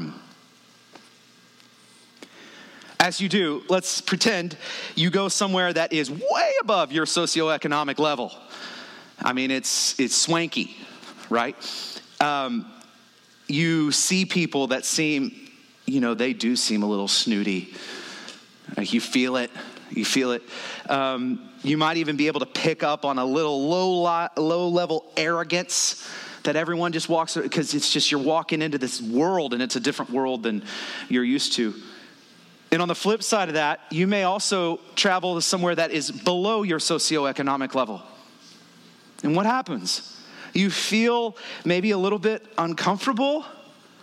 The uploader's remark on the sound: The following was recorded at Stone Oak Bible Church.